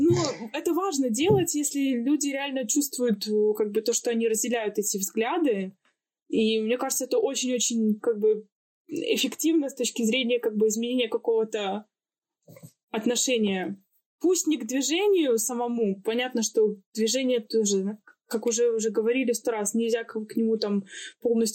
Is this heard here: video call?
yes